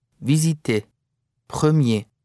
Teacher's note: the final R is not pronounced in the infinitive of verbs that end in ER, for example, visiter, nor in some adjectives and nouns ending in ER, such as premier.